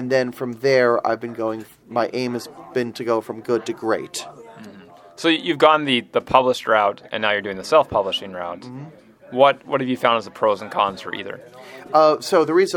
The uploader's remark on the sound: Recorded live at BBG.con 2016 in Dallas, TX.